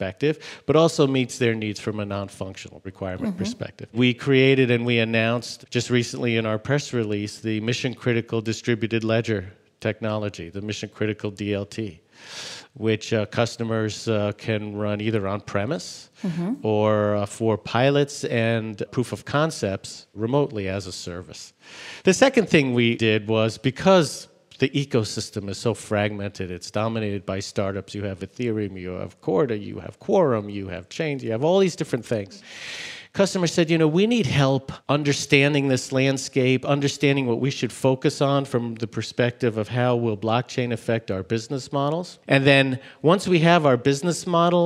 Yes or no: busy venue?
yes